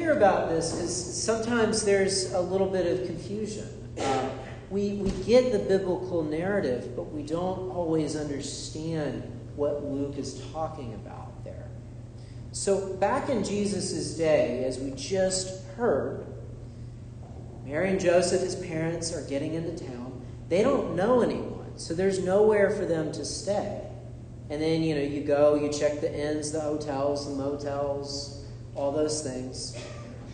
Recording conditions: large echoing room